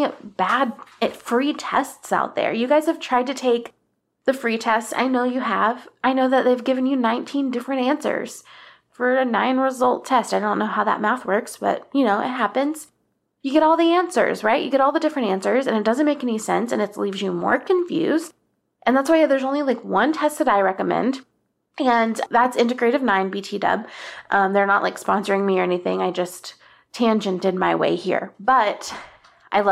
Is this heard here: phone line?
no